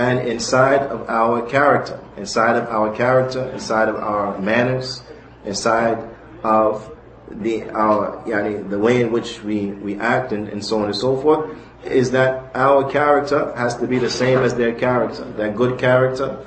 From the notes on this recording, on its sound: Lecture given at Muslim Community Center Of Apopka, Fl